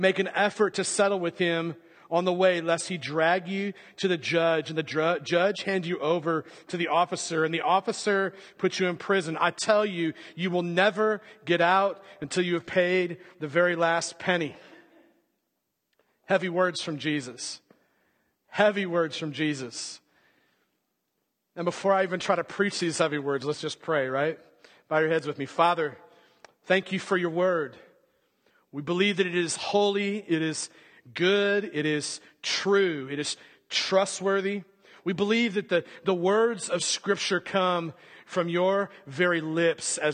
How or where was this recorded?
large echoing room